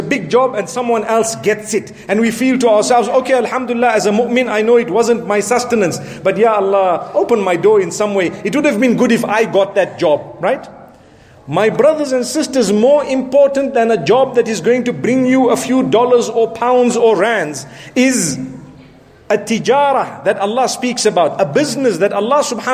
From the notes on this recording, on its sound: Jumu’ah Lecture prior to Ramadan 1437H from Bosmont Masjid in Johannesburg, South Africa.